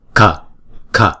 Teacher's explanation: Chữ K và chữ H ghép lại chúng ta đọc là k, k. Chữ k nhưng mà có cái nhiều cái hơi đưa ra một chút